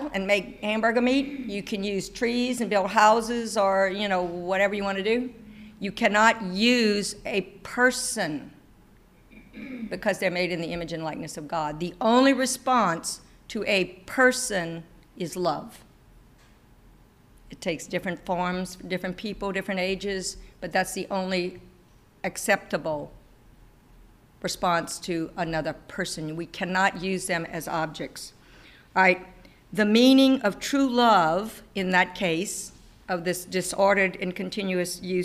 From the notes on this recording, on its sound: This presentation that was recorded live for parents of CCD students at St. Edmond's Church in Lafayette, LA.